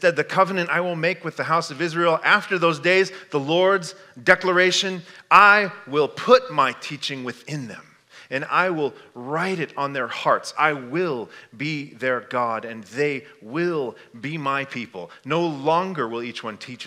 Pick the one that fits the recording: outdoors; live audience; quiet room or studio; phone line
live audience